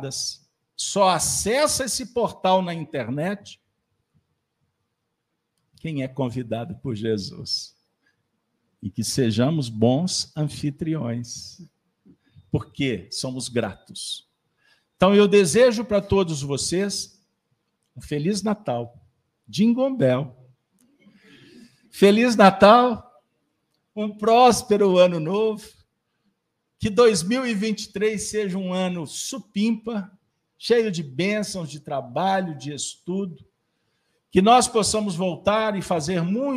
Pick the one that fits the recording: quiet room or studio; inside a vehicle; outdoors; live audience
live audience